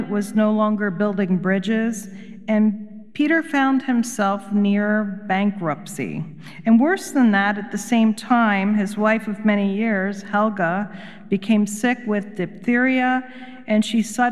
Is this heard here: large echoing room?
yes